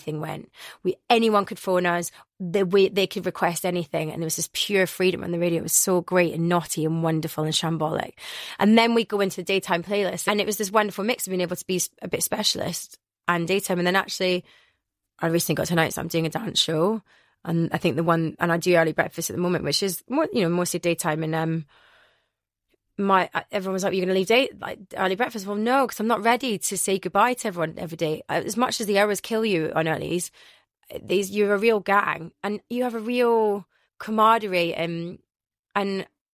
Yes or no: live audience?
no